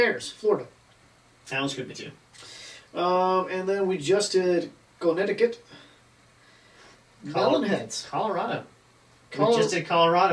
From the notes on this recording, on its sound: The audio files were lost from the mics so we have camera audio!